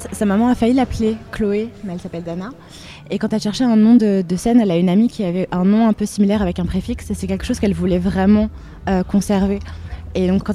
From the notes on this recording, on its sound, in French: Était à la 17e édition du Main Square Festival à Arras. Lors de cet événement à guichet fermé.